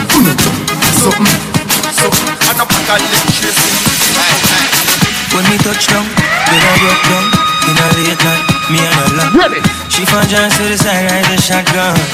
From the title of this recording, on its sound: THE DEN NIGHTCLUB HALIFAX LIVE AUDIO